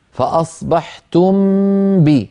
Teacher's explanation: أخفي الميم الساكنة عند الباء